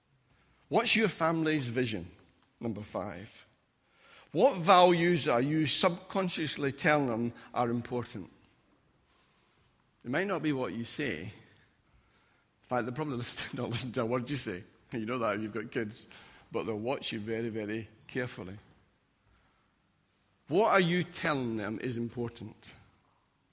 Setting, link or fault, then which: setting, large echoing room